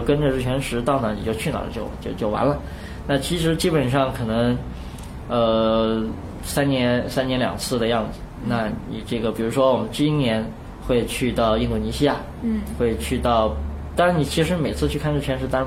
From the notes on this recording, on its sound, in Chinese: 本期节目为在张大妈办公区用录音笔录制，可能有街道上的杂音，请见谅。